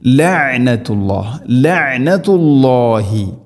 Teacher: ലഅനതുല്ലാഹി ഇവിടെ ലഅ ഐൻ സുക്കൂനാണ്, ഫതഹല്ല. ലഅനതുല്ലാഹി എന്നല്ല പറയേണ്ടത്, ലഅനതുല്ലാഹ് ലഅനതുല്ലാഹി.